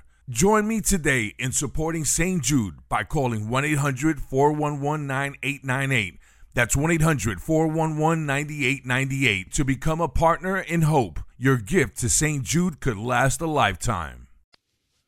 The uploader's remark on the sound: calls